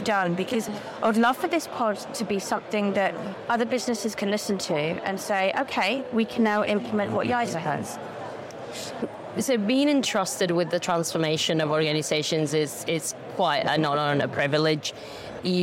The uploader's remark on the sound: In this podcast episode live from FinTech Connect 2023